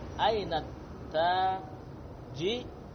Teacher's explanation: Jadi hamzahnya tidak lagi dibunyikan. Ya, karena dia didahului oleh kata aina. · Term: Idgham